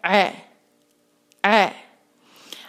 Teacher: आइन को हम हलक के बीच में से निकालेंगे, और इसके लिए आप अपने अंगूठे से हलक के बीच वाले हिस्से को ज़रा सा प्रेस करके जब आप अदा करेंगे तो आसानी से निकलेगा।